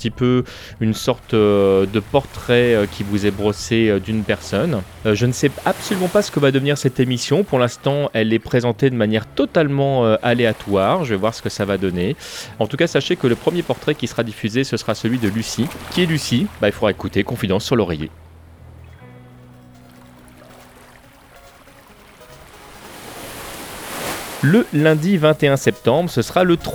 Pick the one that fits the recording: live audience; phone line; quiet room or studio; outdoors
outdoors